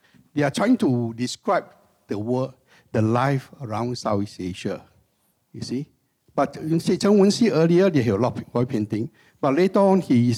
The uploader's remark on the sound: This conversation was recorded live in September 2019 at National Gallery Singapore